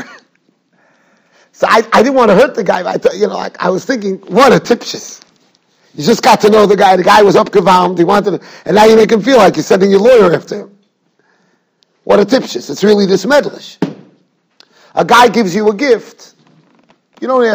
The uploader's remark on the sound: Shiur recorded in Yeshivas Ohr Reuven, Monsey, NY.